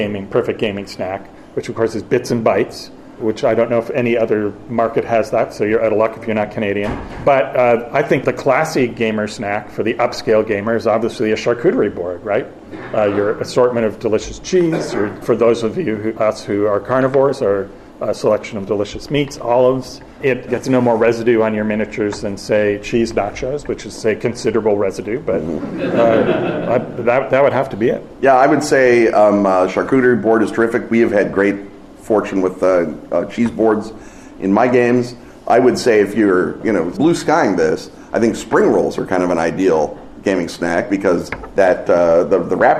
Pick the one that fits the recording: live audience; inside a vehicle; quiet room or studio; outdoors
live audience